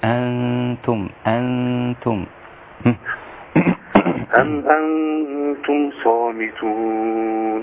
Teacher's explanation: نون بعدها تاء إخفاء